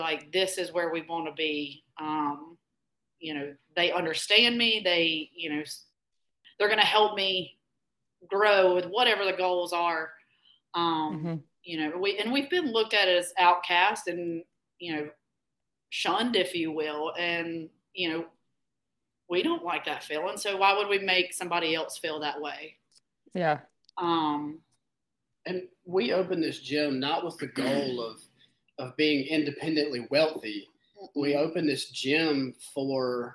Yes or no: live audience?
no